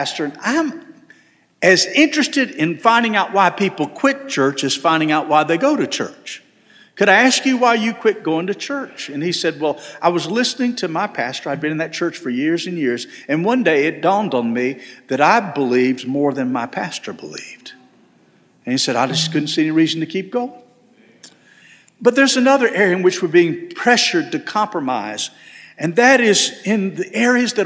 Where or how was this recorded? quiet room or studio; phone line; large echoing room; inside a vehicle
large echoing room